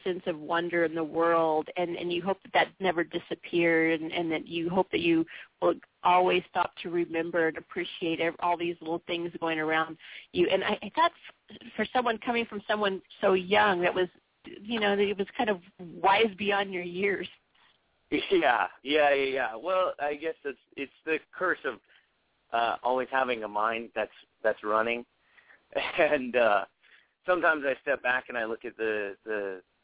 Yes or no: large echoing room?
no